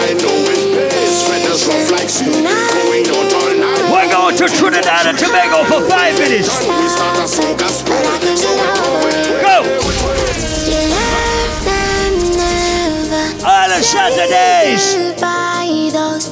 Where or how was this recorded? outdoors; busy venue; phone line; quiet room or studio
busy venue